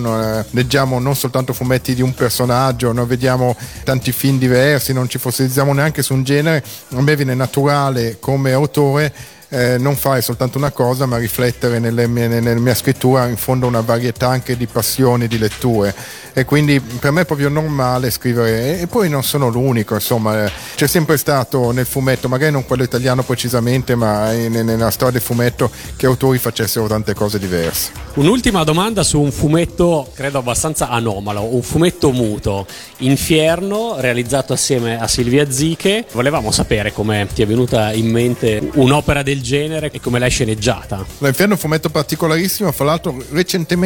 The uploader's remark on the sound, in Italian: Da Etna Comics 2012